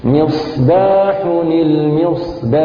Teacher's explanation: فالصاد مفخمة والباء مرققة ونحافظ لكل حرف على طبع مخرجه